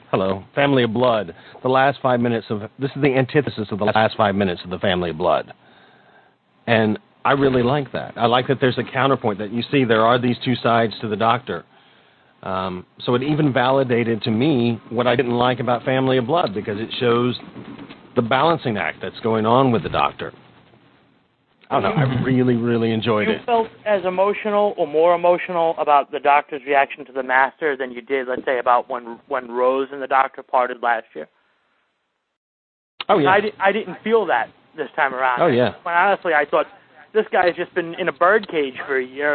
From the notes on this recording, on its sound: With live listener feedback. Recorded live on the net via TalkShoe on Sunday, 1st of July 2007. Note: This is a "Rough, Ready, and Raw" version -- this podcast episode is going out as it was recorded, with no post production work...